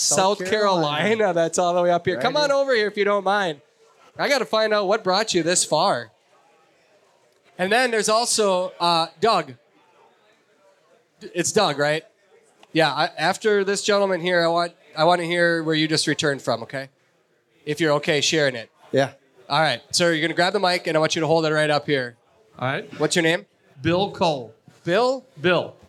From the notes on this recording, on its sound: Pheasant Opener LIVE in Sioux Falls. Join us for a LIVE show. Questions from the audience.